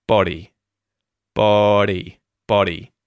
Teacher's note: It's a T flap. It's got a vowel either side of the D there.